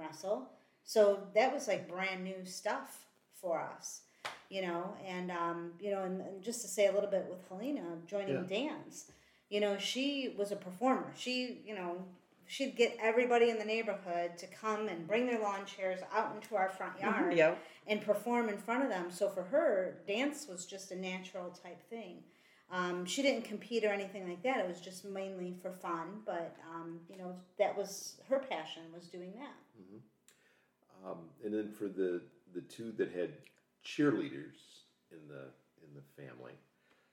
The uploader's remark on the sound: As this was recorded at the kitchen table our recording levels are a bit lower than normal so listeners may have to pump up the volume. Family dog Ellie, though not a mother, decided she wanted to be part of the discussion at one point.